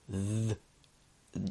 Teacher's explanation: you can kind of hear like a hum in the back of that, and so it's voiced